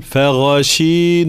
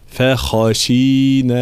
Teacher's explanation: كلمة فخاشين هكذا خاء، الأخرى غين هذه خاء، الخاء عكس الغين، الغين مجهورة والخاء مهموسة · Shown in: second take · فلا أقول فغاشين تتخلط بالغين، لا فخاشين هكذا.